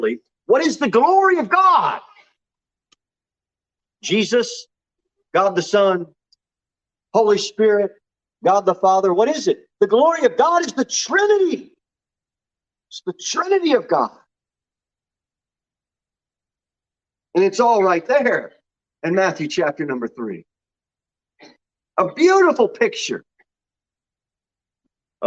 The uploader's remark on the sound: Sermon delivered at Pilgrim Baptist Church on Sunday, May 22, 2022 at 11 am. Jere Whitson Rd.